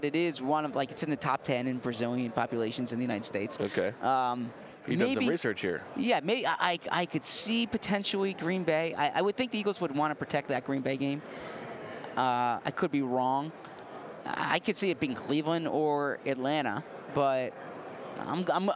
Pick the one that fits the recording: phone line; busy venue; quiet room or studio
busy venue